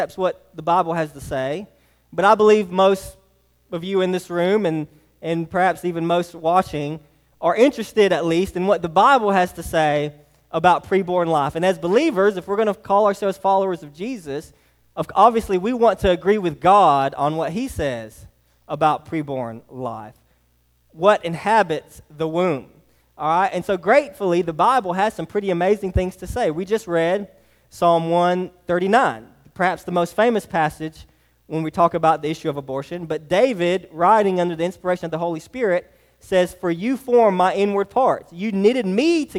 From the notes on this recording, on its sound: Sermon preached to Hillside Baptist Church in Eastman, GA on 1/21/24. Sermon preached to Hillside Baptist Church in Eastman, GA on 1/21/24.